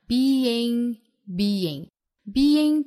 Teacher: lot of the time.后面 simply being present, simply,Simply,注意这个词包含两音节 Simply,后面的 being 也是包含两音节的所以是两拍哒哒 being 音节之间呢有一个小的耶来连贯